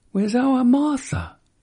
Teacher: drop the R's from where's our Martha · Term: non-rhotic